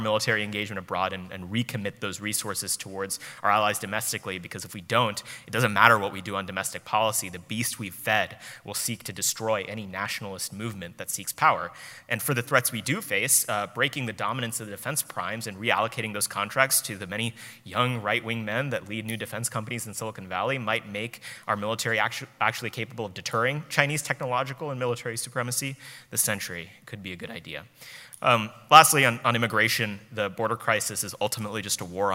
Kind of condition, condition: setting, live audience